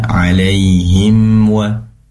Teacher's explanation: Alai, jangan sampai alai, alaihim wa. Nah, mim sukun bertemu dengan waw, pastinya izhar syafai, diperjelas mim sukunnya